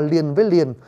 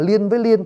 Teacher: Hán nó đọc là hai dấu huyền, mình đọc thành hai dấu ngang. Người Hán họ đọc là liền với liền, mình đọc là liên với liên, thôi cũng không sao.